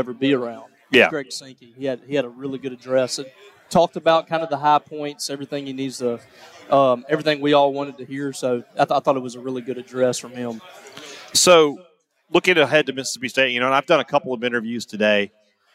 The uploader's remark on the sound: report live from Radio Row in Nashville as Media Days kicks into full gear